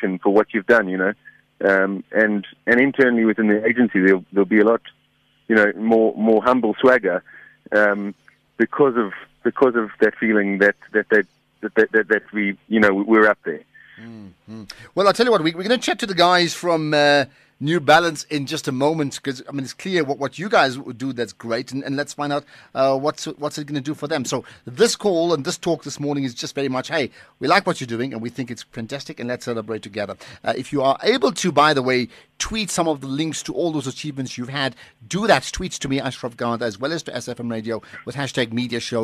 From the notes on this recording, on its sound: GUEST (Phone)